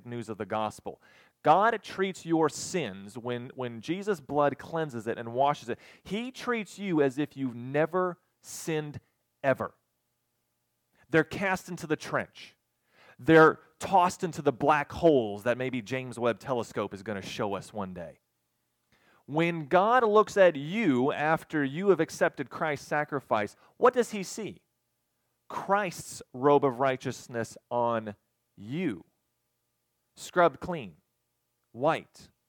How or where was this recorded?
large echoing room